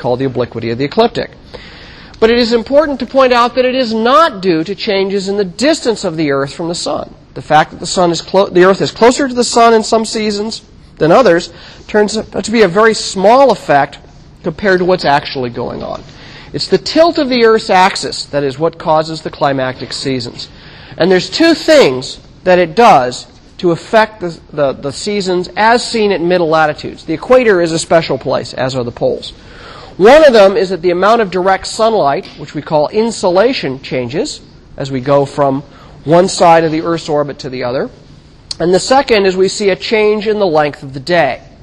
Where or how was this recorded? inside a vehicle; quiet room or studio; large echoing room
large echoing room